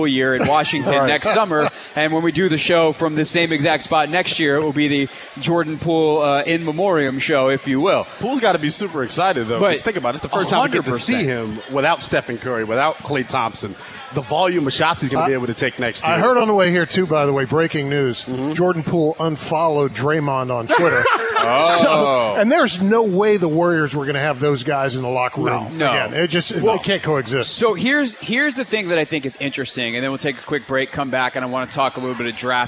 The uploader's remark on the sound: live from Capital One Arena